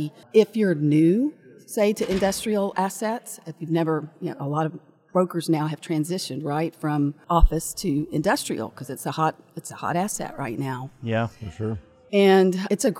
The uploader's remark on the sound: Live at IAMC Spring Conference